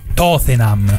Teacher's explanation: quelli che pronunciano Tottenham con la seconda T aspirata, strascicata.